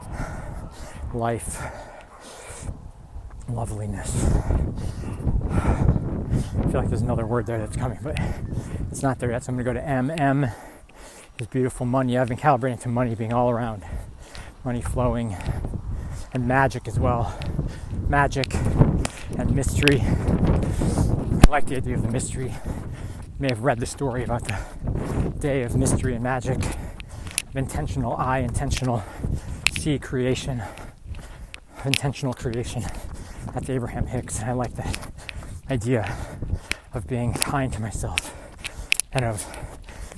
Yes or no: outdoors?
yes